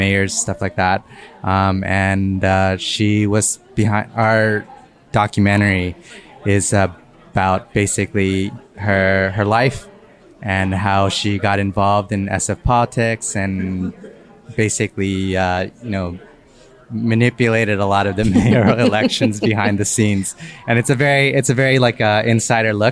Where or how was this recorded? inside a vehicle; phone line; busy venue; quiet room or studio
busy venue